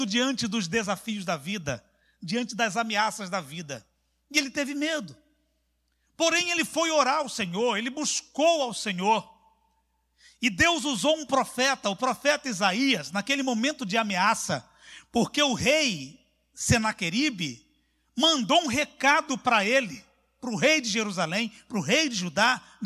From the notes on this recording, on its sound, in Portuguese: CULTO AO VIVO